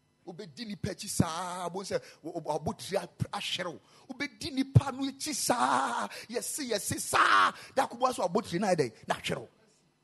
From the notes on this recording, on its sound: Preached at the Royal Service on Father’s Day 2022.